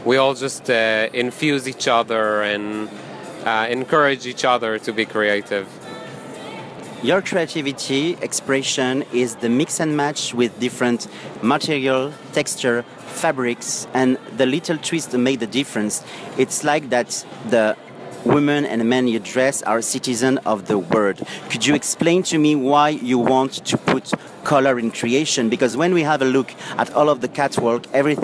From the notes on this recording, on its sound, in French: En Partenariat et en direct du Tranoï.